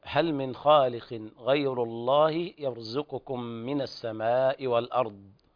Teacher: الضاد ليس فيها قلقلة، وهذا تنبيه للجميع عند الوقف عليها لا تهمس ولا تقلقل